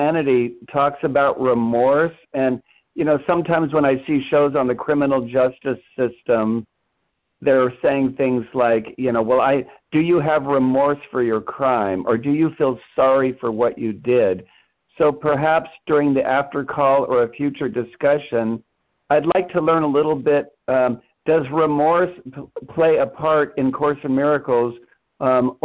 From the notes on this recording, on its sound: ACIM Daily Conference Call